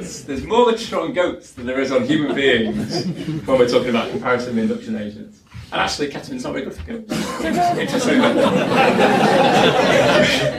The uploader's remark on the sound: Our latest podcast from the #stemlynsLIVE conference last year.